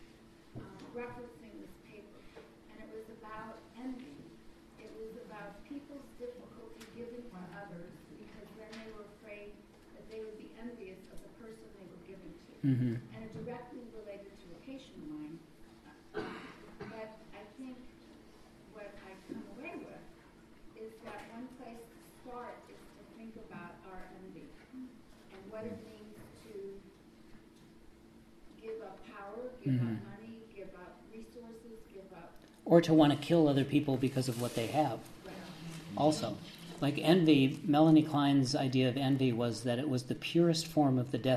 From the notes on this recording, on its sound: This lecture was an interactive dialogue